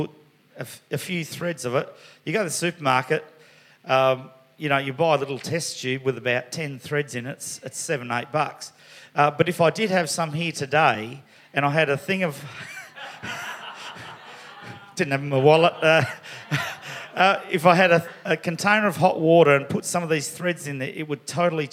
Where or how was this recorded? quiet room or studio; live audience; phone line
live audience